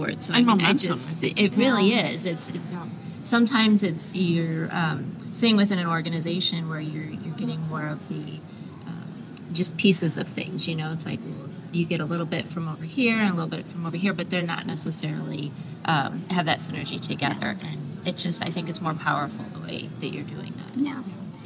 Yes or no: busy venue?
yes